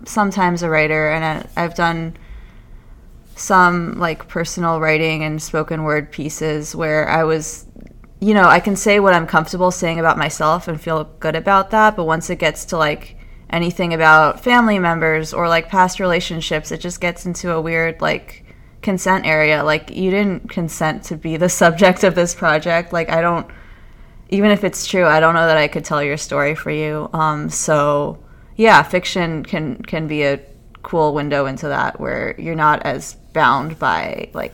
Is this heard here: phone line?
no